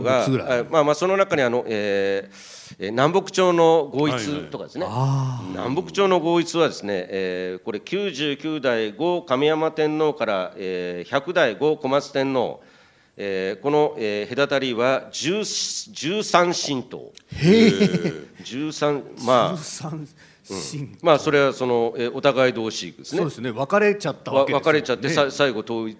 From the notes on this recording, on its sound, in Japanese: ポッドキャスト公開収録 in 麗澤大学。